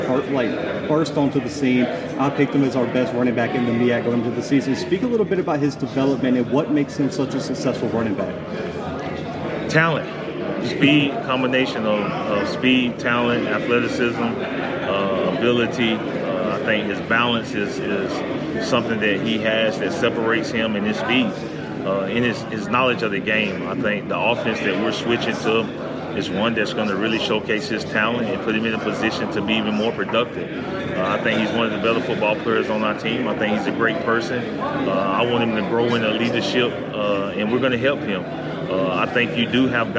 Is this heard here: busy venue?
yes